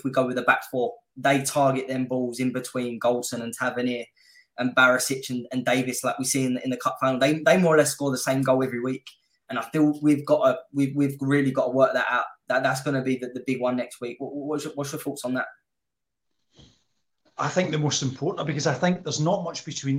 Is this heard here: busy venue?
no